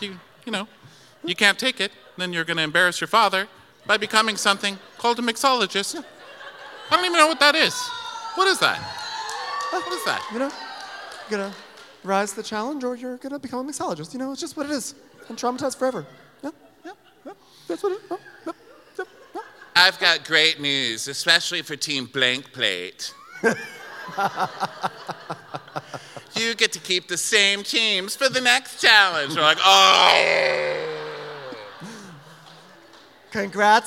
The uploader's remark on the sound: Live from Milwaukee. We were extremely excited to recap it live from the Turner Ballroom in Milwaukee.